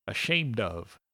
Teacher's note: the F on of sounds like a V, not an F